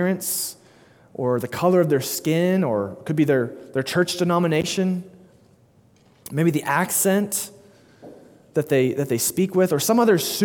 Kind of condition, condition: setting, large echoing room